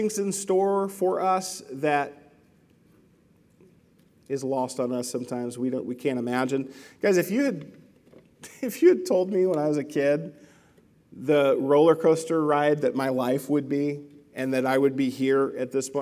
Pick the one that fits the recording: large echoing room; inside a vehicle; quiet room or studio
large echoing room